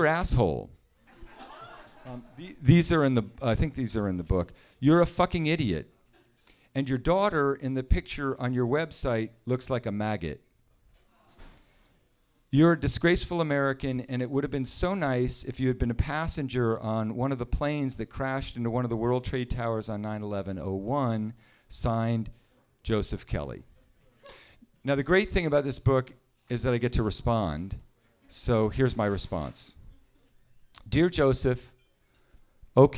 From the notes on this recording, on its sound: The audience at The Fireside Room at Hotel Sorrento. Hugo House hosted the event.